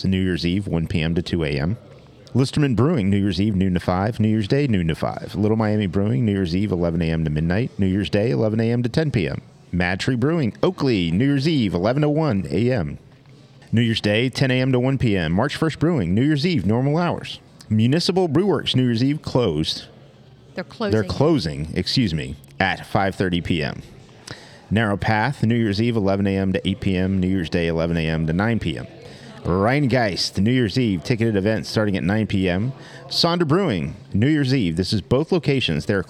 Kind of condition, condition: setting, busy venue